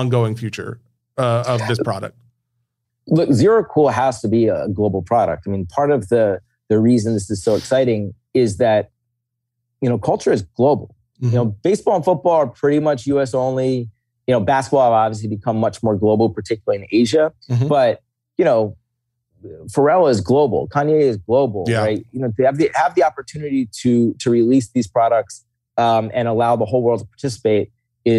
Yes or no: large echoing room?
no